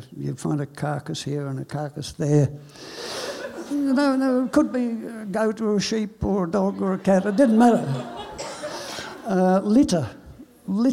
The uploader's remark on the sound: SPUN: True Stories Told in the Territory is a live storytelling event that showcases some of the extraordinary people and stories that make up the Northern Territory. Popping up at different venues across Darwin, working with a range of partner organisations with a different theme each time, SPUN brings to light stories from diverse backgrounds.